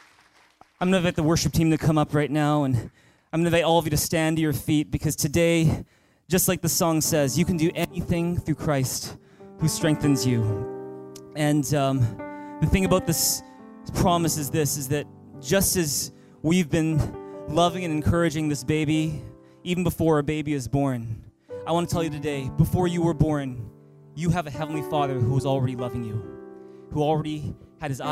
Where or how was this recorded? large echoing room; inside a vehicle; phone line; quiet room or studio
large echoing room